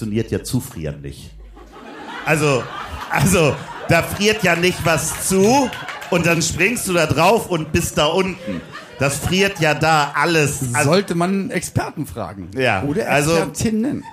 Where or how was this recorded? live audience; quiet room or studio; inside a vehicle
live audience